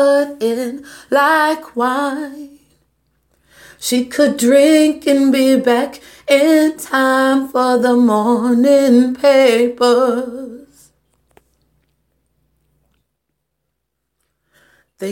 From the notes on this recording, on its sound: Acapella mobile phone recording